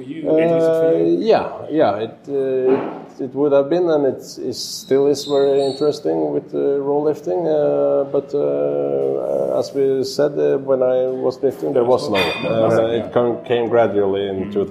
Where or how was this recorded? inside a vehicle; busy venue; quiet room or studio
busy venue